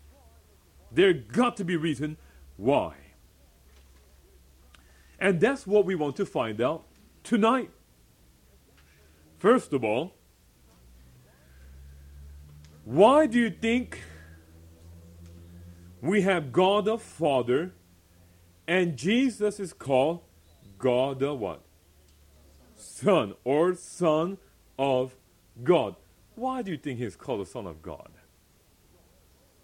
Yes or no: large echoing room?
yes